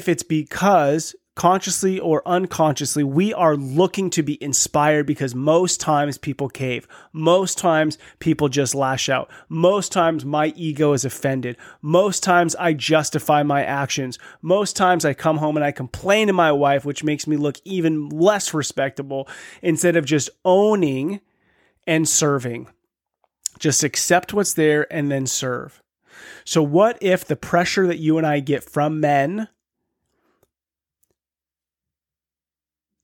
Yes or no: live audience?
no